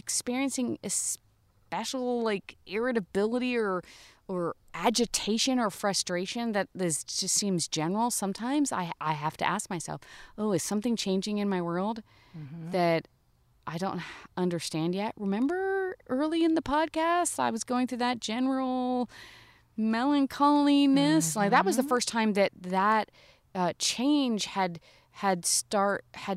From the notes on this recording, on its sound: take their weekly visit outside